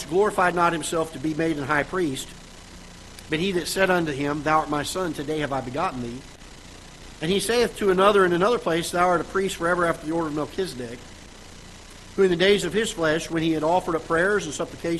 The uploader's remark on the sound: Ketha Heights Baptist Church ~ Live Broadcast.